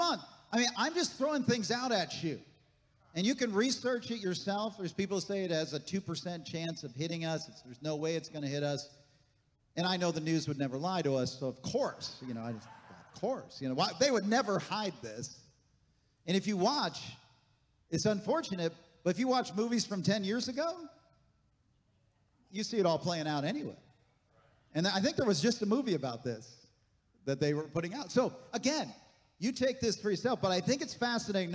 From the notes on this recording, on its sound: This message was recorded on September 10, 2023, at Gateway Church in Richmond, Indiana.